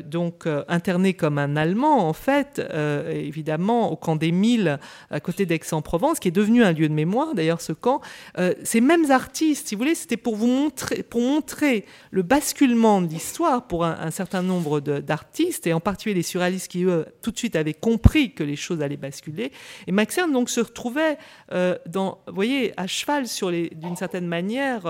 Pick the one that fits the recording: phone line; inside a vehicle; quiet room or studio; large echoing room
large echoing room